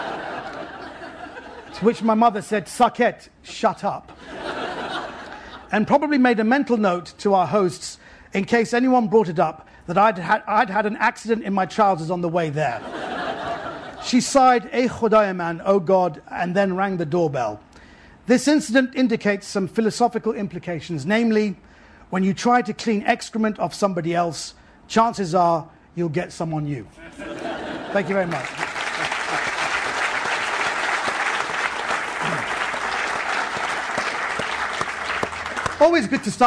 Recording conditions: live audience